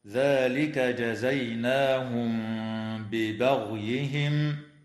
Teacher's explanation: الميم الساكنة في كلمة جزيناهم جاءت قبل حرف الباء، فحكمها الإخفاء الشفوي مع الغنة، ويجوز الوقف على كلمة ببغيهم من قبيل الوقف الكافي.